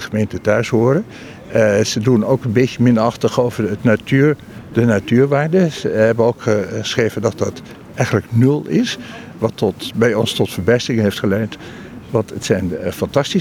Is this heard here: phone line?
no